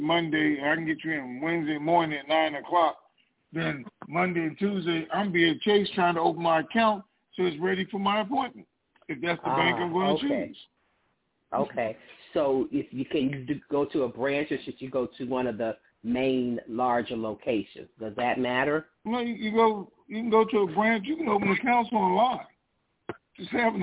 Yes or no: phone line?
yes